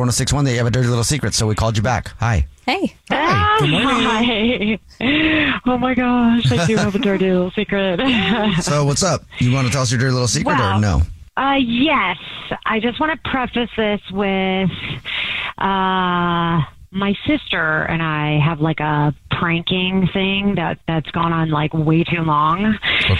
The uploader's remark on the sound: a listener on the phone